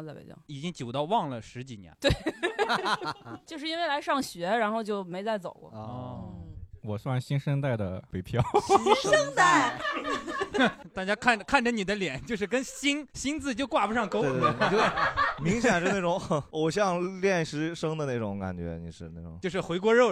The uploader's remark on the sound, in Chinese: 我们的喜剧演员主播们和现场的观众朋友们一块聊了聊。现场还「误入」了几位北京土著。现场一片祥和中夹杂着不少阴阳怪气。